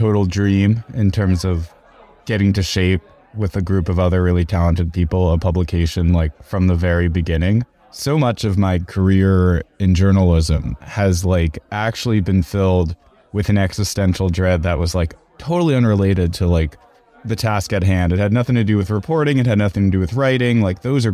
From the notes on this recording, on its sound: Of course we hosted an extremely real and cool birthday party which we obviously recorded for our weekly podcast.